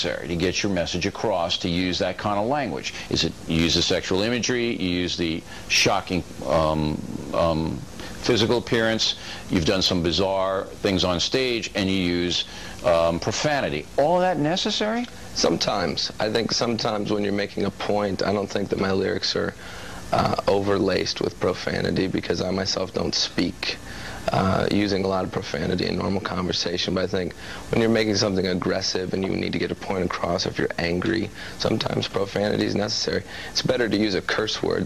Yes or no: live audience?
no